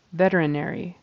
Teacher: So the syllable stress is on the first syllable